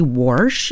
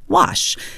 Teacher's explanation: Some parts of the country, Warsh is how you might say wash. · Shown in: first take